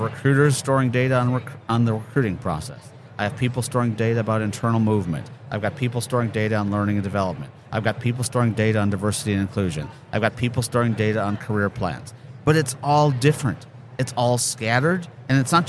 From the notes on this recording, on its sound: Live at the HR tech 2022 conference